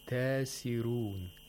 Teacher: The hamza is not pronounced with nabr. And the ra is pronounced with tarqiq, unlike hafs, which is pronounced with tafkhim.